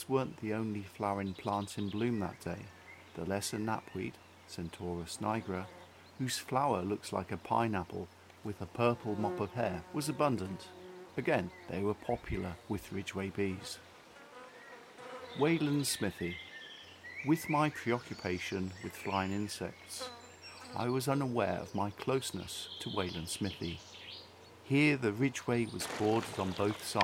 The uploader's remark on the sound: I visited the following sections of the Ridgeway: Middlehill Down which is south of Wantage; Bury Down near West Ilsley; White Horse Hill south of Uffington. I walked along these parts of the Ridgeway, with a camera and tripod, and recorded the bees I encountered. The previous precipitation had probably suppressed the activity of Ridgeway insects, yet I heard the reassuring hum of humble-bees. Having walked a short distance from the carpark, a notice caught my eye.